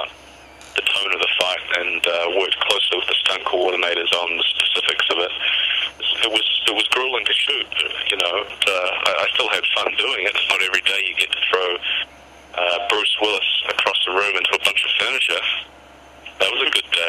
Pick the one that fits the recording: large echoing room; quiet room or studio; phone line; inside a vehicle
phone line